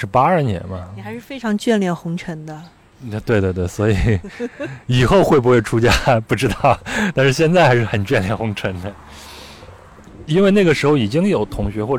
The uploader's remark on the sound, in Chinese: 录制地点在北京房山区大石河畔，您能听到树上的蝉鸣、马路上的车声和不远处游泳的小孩子们的喧闹。